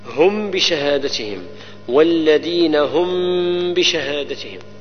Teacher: إخفاء الميم لوجود الباء نعم مع غنة